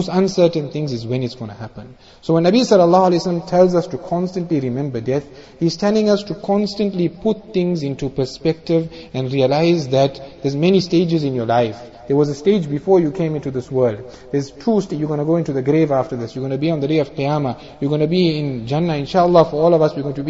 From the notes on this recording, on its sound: Jumuah Lecture at Avondale Musalla